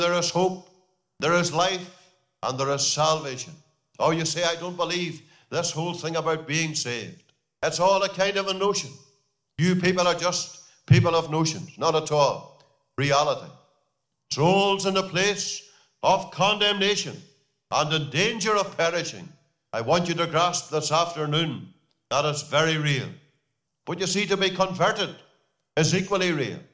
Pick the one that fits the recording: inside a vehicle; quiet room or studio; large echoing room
large echoing room